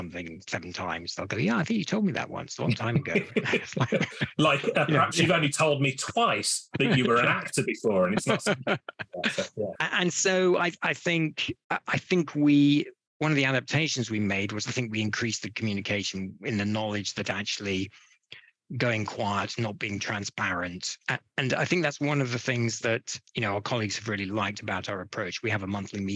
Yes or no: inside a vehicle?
no